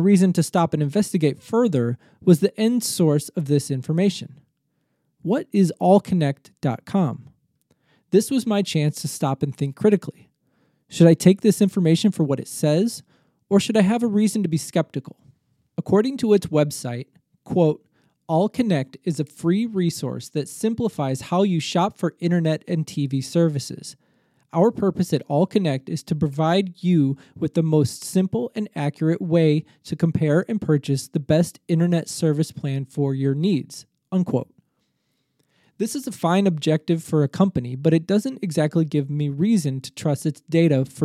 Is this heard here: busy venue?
no